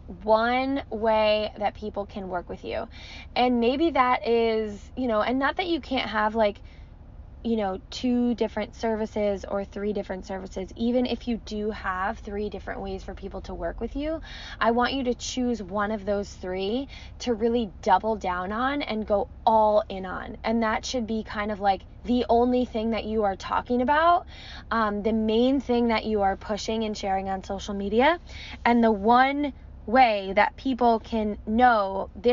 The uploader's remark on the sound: I recorded it from my car in front of a coffee shop this morning